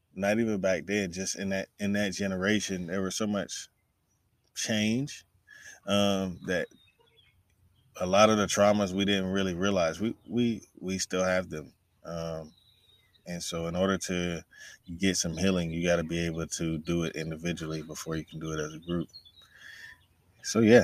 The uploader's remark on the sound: brings me outside again on Instagram Live